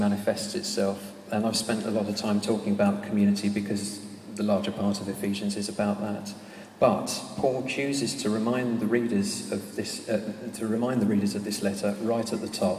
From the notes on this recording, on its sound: This podcast was recorded in the Eucharist Service on the 15th July 2012 at the home of the Moot Community at the Guild Church of St Mary Aldermary.